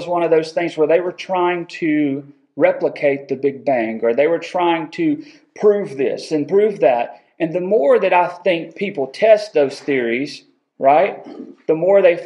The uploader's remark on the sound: Recorded October 19, 2022 at Friendship Baptist Church.